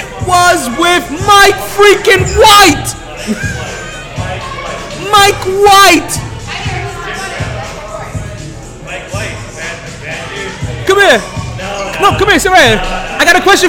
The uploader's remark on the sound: Live From The New Improved Sharkey's